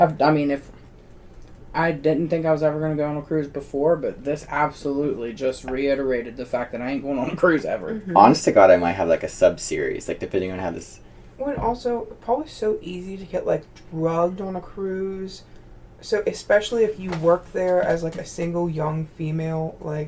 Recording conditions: poor microphone